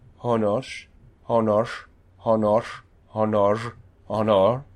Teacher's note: It's the alveolar, post-alveolar shift that begins to move us into something that sounds more like an R. And it's the addition of voicing, or maybe the additionally the movement into a trill, honor, that makes it sound like an R. · Term: rhoticism